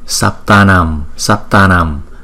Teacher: Chữ A có dấu gạch ngang trên đầu, chúng ta sẽ đọc kéo dài 2 nhịp so với chữ A bình thường màu đen không có dấu gạch ngang, chúng ta kéo dài 1 nhịp.